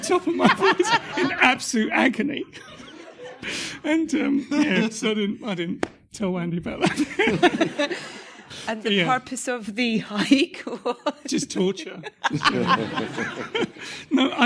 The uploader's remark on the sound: Soundtracking Live At The BFI. Our latest episode of Soundtracking is another live event, recorded at the British Film Institute in London.